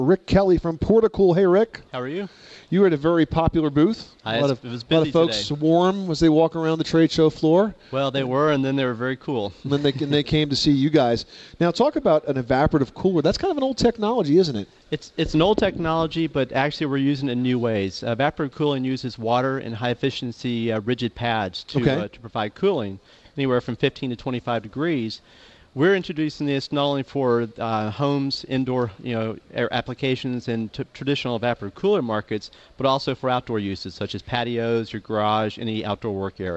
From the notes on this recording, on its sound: Live from the National Hardware Show. Live broadcast from the 2010 National Hardware Show in Las Vegas, Nevada. Interviews with leading manufacturers.